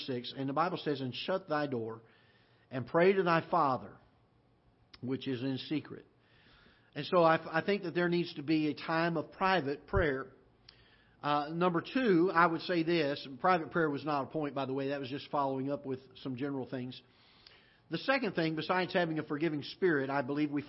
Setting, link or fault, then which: setting, large echoing room